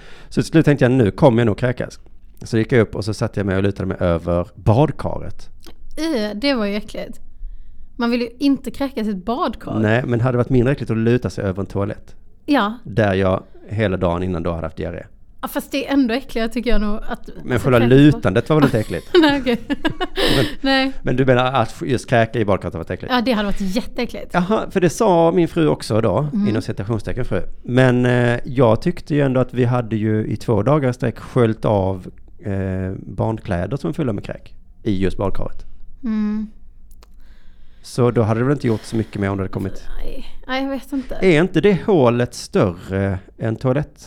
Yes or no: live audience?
no